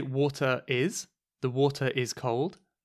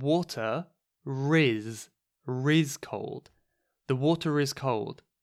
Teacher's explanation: we might actually pronounce the R when the next word is a vowel, perhaps.